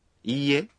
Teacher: Khi nói iie, các bạn phát âm chữ i dài ra một nhịp.